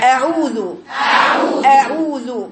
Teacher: الحرف الأول ده همزة أقصى الحلق ورقيقة